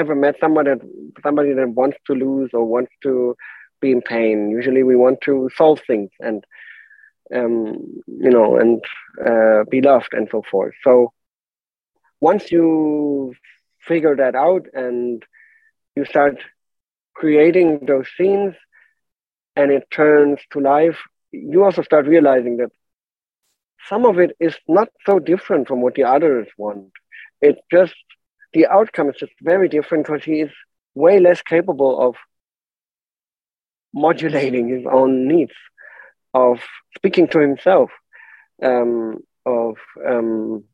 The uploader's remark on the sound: on Zoom